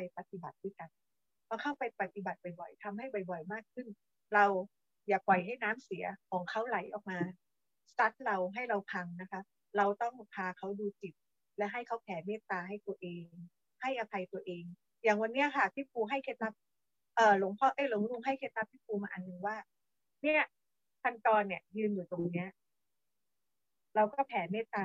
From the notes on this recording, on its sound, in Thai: ธัมม์Mind Live ผ่าน Zoom ประจำเดือนกันยายน 2565